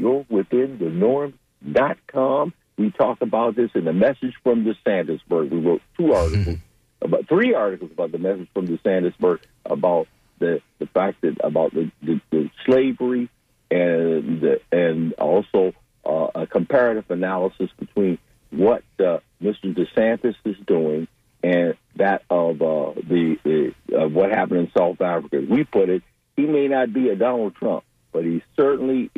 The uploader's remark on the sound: unique magazine format call-in show